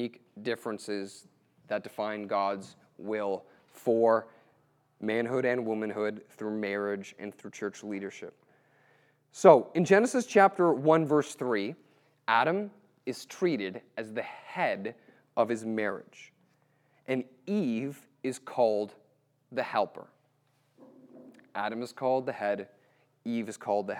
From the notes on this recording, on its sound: April 2018 Q&A at HBCYR - Harvest Youth